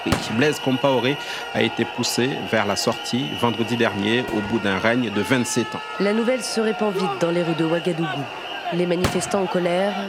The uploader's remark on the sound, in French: Témoignages enregistrés par des militants de l'UJR en octobre 2019 aux Journées anti-impérialistes à Ouagadougou.